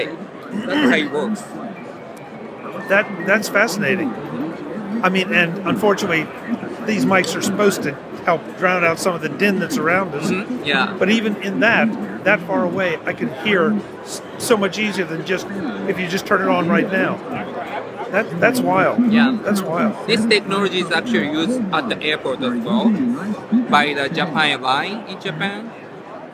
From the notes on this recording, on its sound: In Las Vegas at Showstoppers at CES , we saw and heard a demo of the technology behind the Marai speaker from SoundFun that was more than surprising. Audio demos are always difficult in a conference environment.